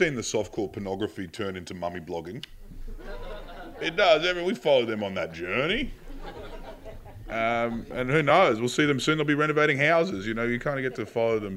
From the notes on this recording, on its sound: Live From SXSW Sydney. Recorded on stage at the inaugural South By Southwest (SXSW) Festival in Sydney. Give the crowd a brief run down of their media careers thus far.